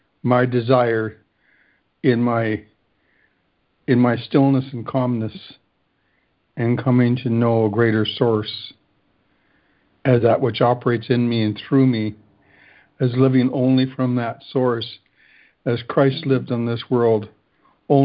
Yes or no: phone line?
yes